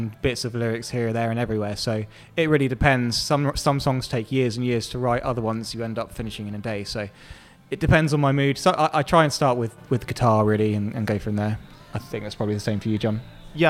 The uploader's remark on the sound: recorded highlights from The Portland Arms of Heat 5 in the Strawberry Fair fundraiser